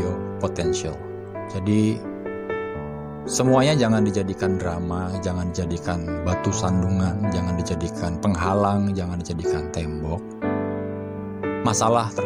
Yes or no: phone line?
no